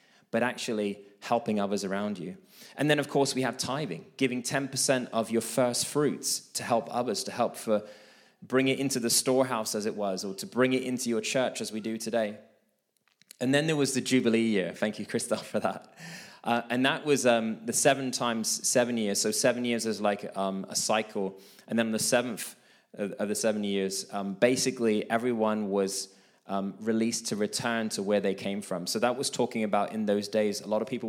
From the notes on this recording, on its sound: This message was recorded live at our Malmö Gathering on Sunday, October 22nd, 2023. C3 Church Malmö & Lund.